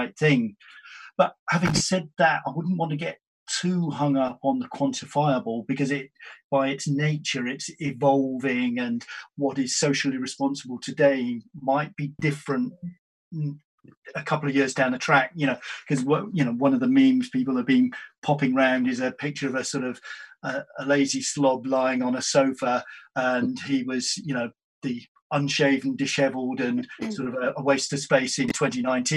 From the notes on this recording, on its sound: Joined on Zoom.